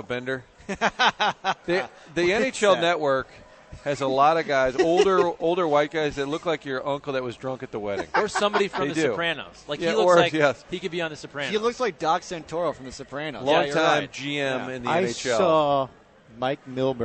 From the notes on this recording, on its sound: broadcasting live from the Westport Social